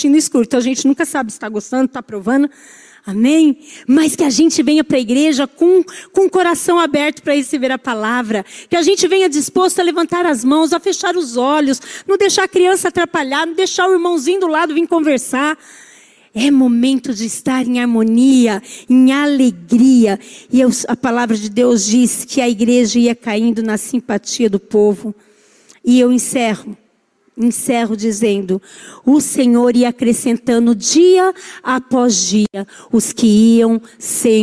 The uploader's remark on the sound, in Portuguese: Culto ao vivo